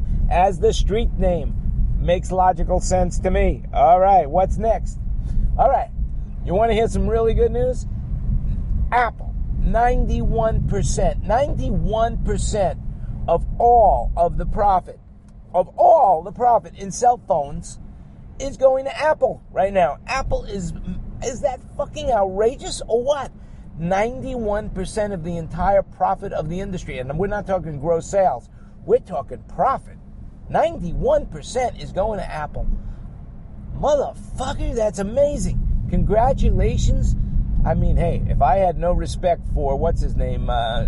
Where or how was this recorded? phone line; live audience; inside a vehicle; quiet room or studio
inside a vehicle